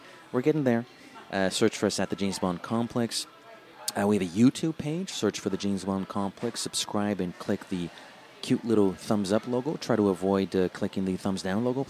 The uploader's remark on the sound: we sat down in a busy café to record our thoughts